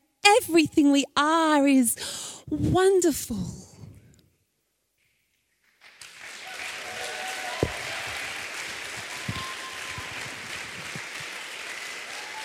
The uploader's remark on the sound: recorded at The Collingwood Town Hall on December 6, 2019